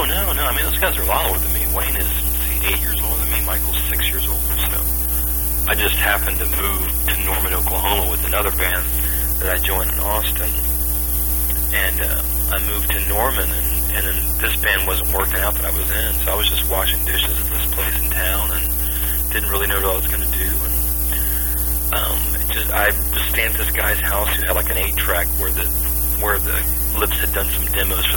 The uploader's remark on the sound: telephone interviews